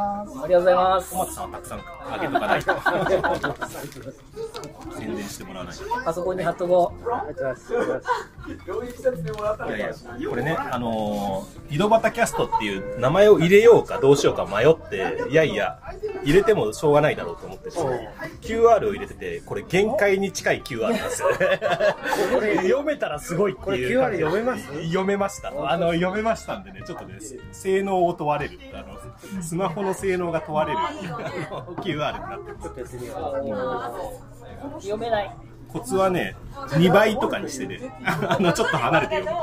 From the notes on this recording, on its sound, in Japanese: イベント前日に岐阜のクラフトビールのお店で収録しました。